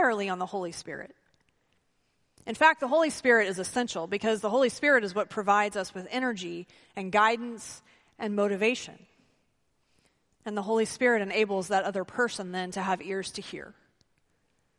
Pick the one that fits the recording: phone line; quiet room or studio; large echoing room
large echoing room